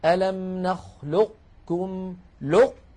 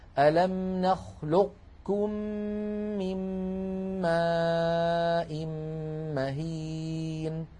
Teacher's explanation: فمكي بن أبي طالب رواها هكذا ألم نخلقكم لق يعني نطبق على قاف ألم نخلقكم ثم ننتقل إلى الكاف · Term: استعلاء